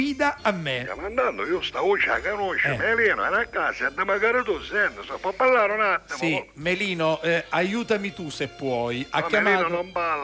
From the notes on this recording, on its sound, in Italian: Ogni tanto si fanno sentire al telefono per raccontare le vicende che accadono quotidianamente.